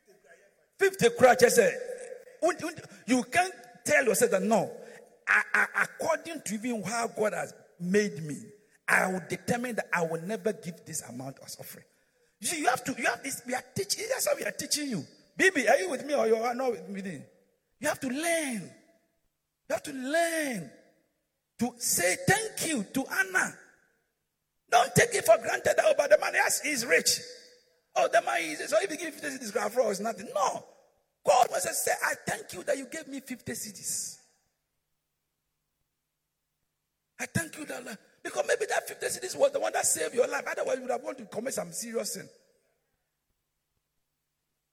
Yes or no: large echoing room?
yes